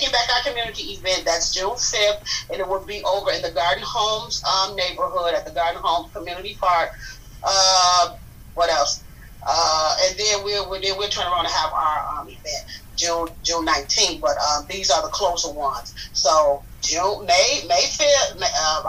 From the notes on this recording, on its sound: Forgive the crazy background noise. I couldn't delete it without destroying the audio.